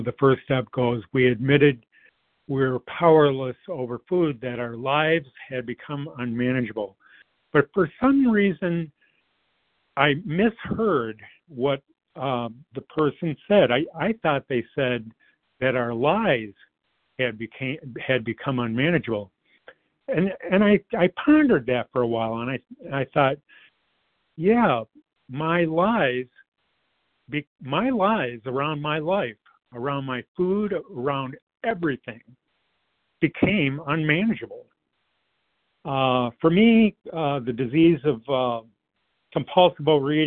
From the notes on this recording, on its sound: 100 Pounders Phone Meeting.